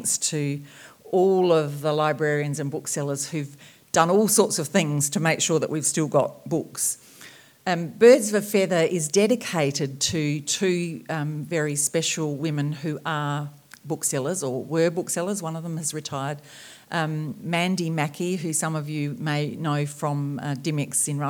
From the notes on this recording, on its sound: Entertained the audience at the Marion Domain Theatre. Fans will delight in this recording of her talk.